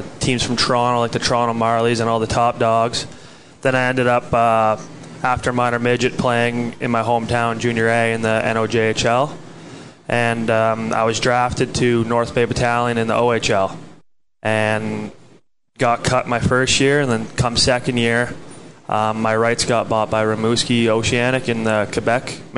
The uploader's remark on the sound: live at BJ's Brewhouse